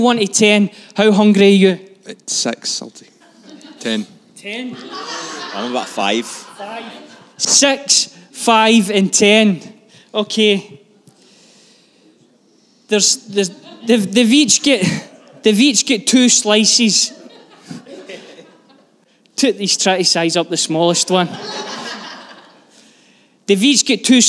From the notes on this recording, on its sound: Live from our Sunday gathering on 05/03/23